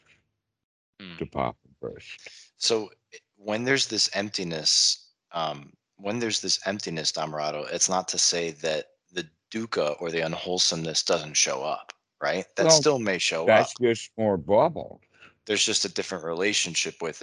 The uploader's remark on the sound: skype calls on this channel